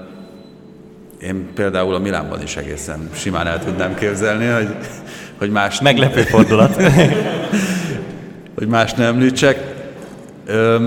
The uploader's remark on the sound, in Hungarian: A közönségtalálkozó felvételét próbáltuk minél gyorsabban közölni